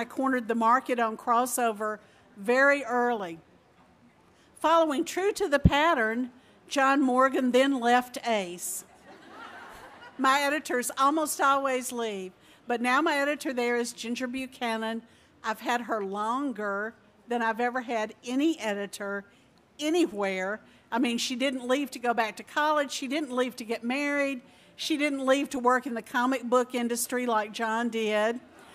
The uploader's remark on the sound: at the 2012 Library of Congress National Book Festival